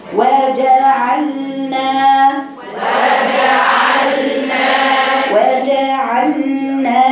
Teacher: الجيم حرف شديد ما فيهوش رخاوه. لما اقراه هتجيبي طرف هتجيبي وسط لسانك تخبطيه في سقف حنكك في الجيم.